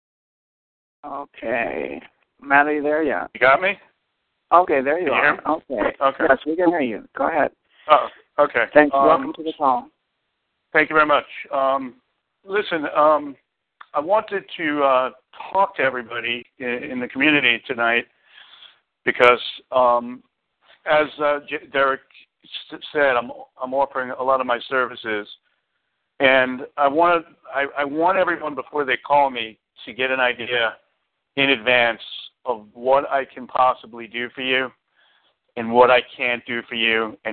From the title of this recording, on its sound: Community Conference Call